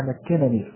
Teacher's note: فأدغمت النون الأولى المفتوحة مع النون الثانية المكسورة في نون واحدة عليها شدة وكسرة. ودائما إذا ثقل الحرف نتيجة الإدغام يأخذ حركة الحرف الثاني مع الشدة، يثقل بحركة الحرف الثاني.